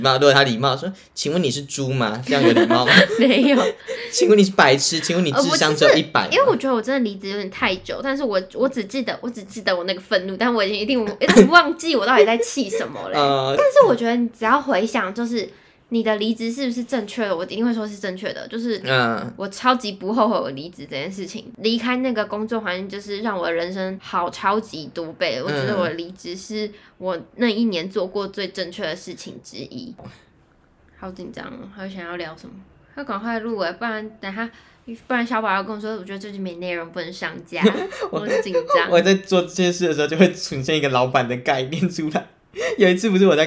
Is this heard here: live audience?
no